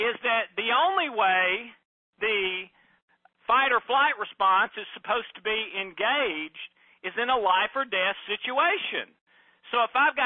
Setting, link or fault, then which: link, phone line